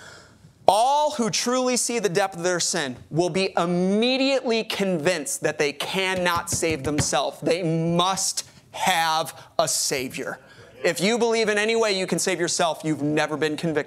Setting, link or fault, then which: setting, large echoing room